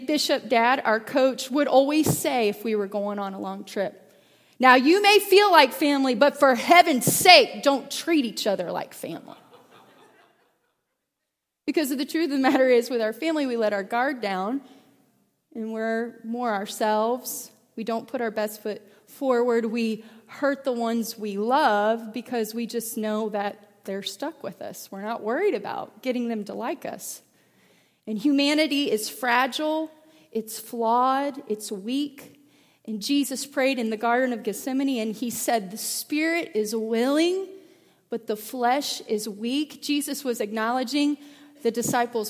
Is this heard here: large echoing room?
yes